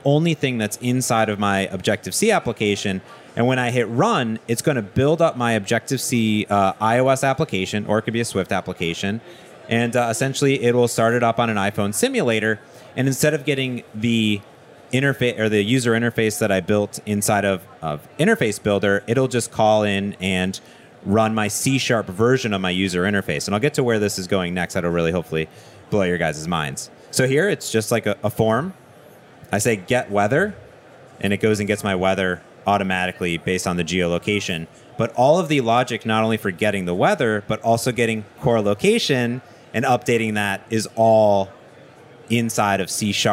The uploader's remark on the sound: This episode is live at the Microsoft Build 2017 in Seattle